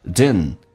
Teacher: 如果经常在口语化当中加速的话，第二个 D 可以不发音